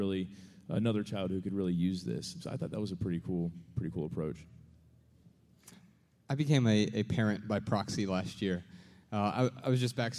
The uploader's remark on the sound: Answer questions in front of a sold-out crowd in Dallas.